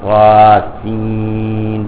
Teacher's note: اس لیے اس کو ادا کریں گے قاسین، نہیں قاسین، تو نون کی آواز کو میم کی آواز میں تبدیل کر دیں گے